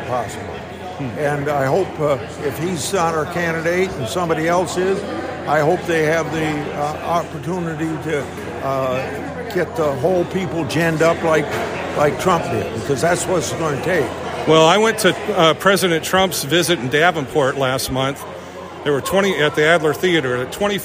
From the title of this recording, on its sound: Press Conference in Washington County Iowa